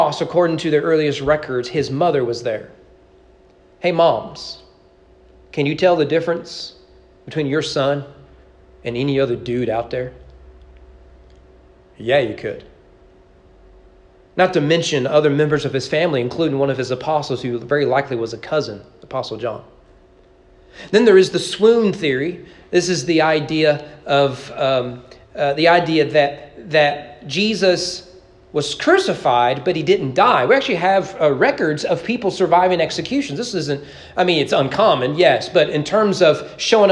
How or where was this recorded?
large echoing room